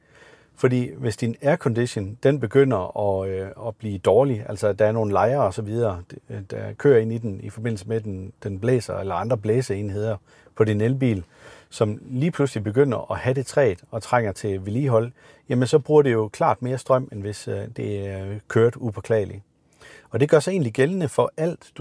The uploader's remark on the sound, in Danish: Afsnittet idag er optaget i en Maxus Mifa 9